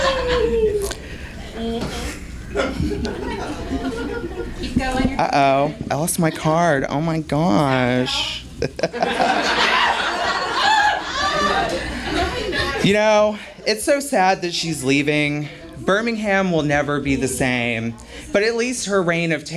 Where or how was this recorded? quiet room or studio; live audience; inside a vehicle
live audience